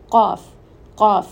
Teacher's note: Qaf, again, is from the soft palate.